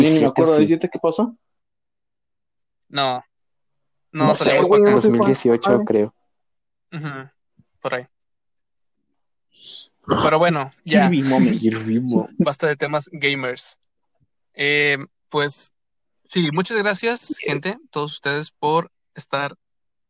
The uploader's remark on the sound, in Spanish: el audio de este podcast no es de la mejor calidad